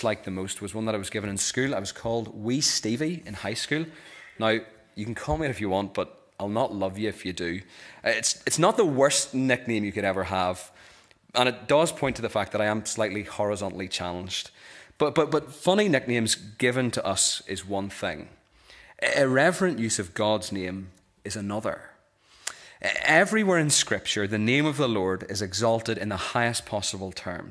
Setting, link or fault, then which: setting, large echoing room